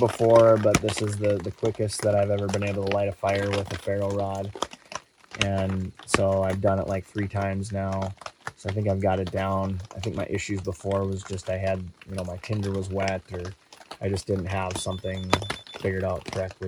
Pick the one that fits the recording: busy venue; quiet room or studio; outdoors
outdoors